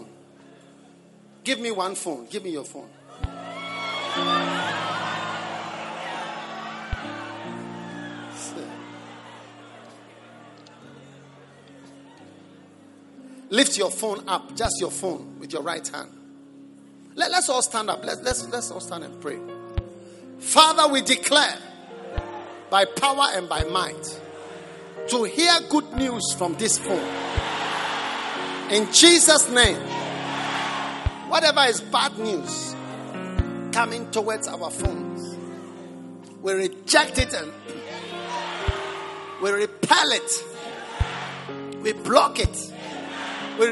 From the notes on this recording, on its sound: Preached at the Prophetic Encounter Service.